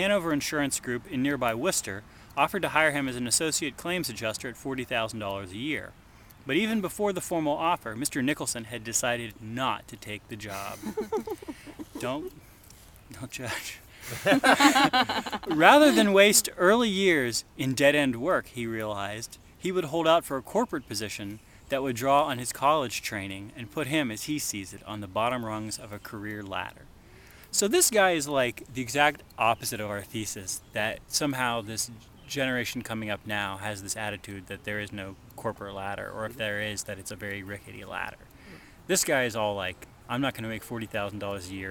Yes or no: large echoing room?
no